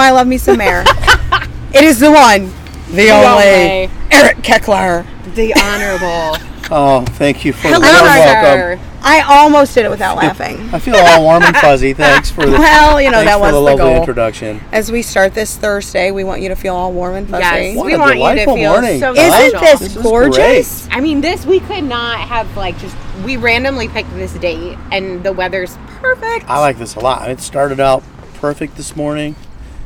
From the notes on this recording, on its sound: Our third guest was the Fostoria Ohio Mayor. All throughout his interview were the "sounds of activity in small town USA".